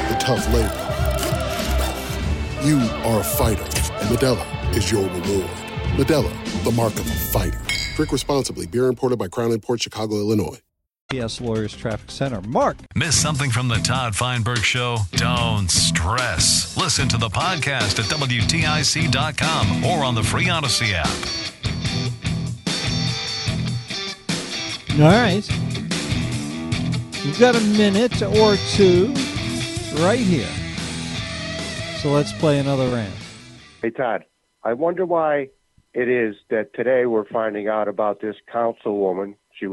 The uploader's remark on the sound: take some phone calls